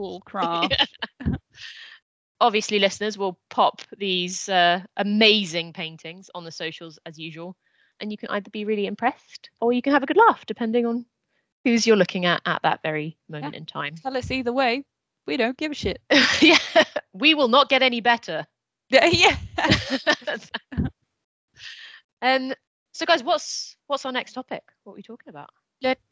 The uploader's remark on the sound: We apologise for the slightly wonky sound on this episode - we're working on it!